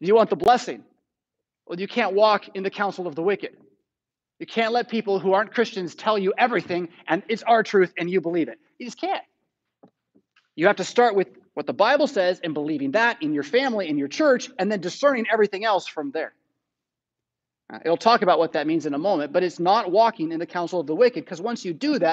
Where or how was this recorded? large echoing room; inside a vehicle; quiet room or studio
large echoing room